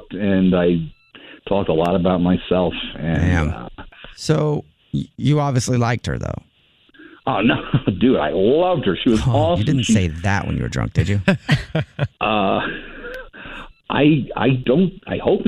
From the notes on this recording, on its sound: When his date gets on the phone, it's a different story, and chaos ensues!